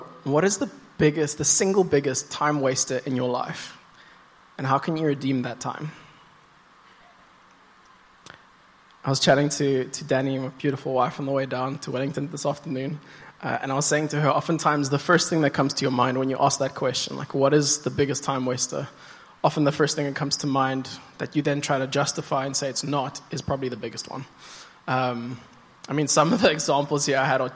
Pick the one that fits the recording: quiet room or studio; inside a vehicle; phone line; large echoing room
large echoing room